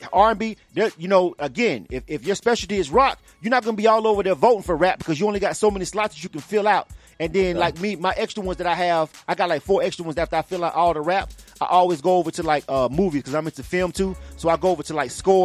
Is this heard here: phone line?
yes